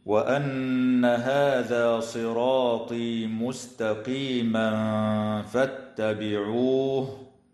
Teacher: ويراعى ترقيق السين والتاء في كلمة مستقيما